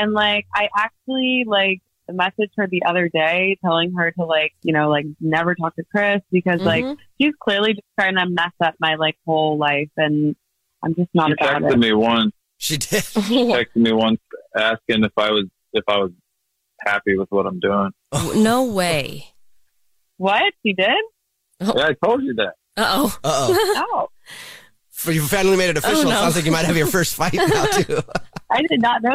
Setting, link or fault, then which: link, phone line